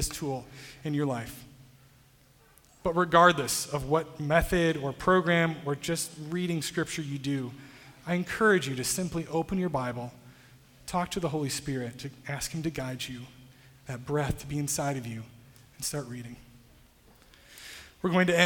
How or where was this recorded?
large echoing room